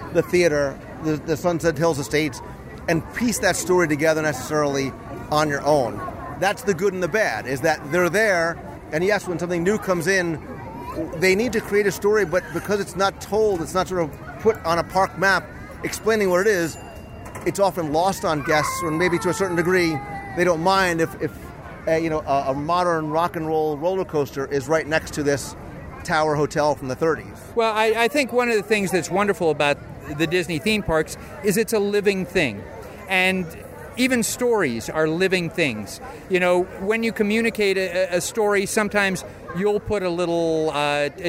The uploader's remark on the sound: recorded live at Disney's Hollywood Studios.